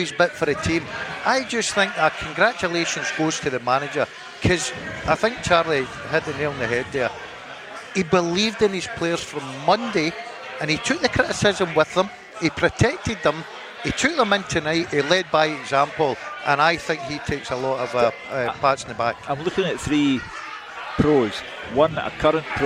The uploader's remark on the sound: Clyde 1 Superscoreboard LIVE. Live from Scotland HQ at Drygate Brewery.